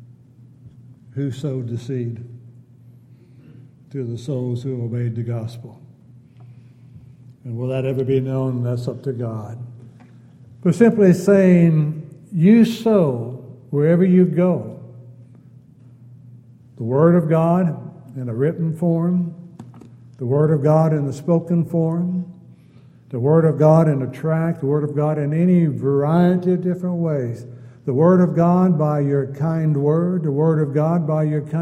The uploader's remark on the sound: Downtown Church Of Christ Audio Sermon